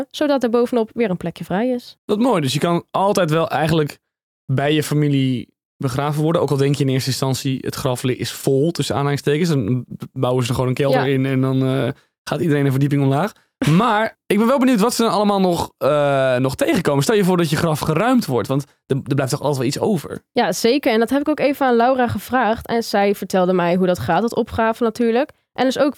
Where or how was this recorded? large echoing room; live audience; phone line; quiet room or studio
quiet room or studio